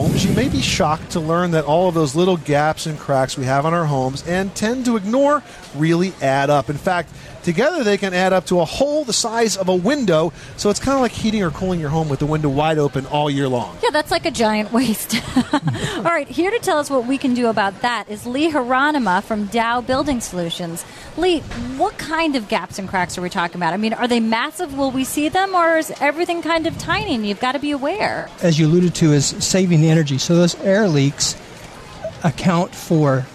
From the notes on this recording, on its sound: Live from Times Square! A broadcast live from Times Square.